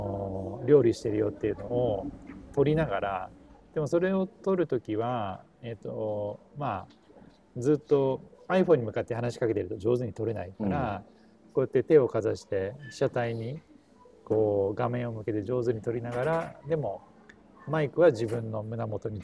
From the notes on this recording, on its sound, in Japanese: TRUNK（LOUNGE）にて、ワイヤレスマイクのAnkerWork M650を使って雑談を収録してみました。